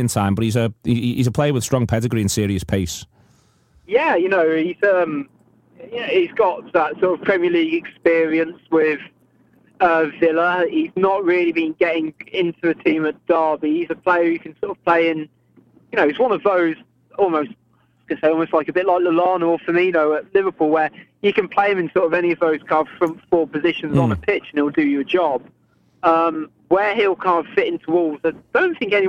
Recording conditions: phone line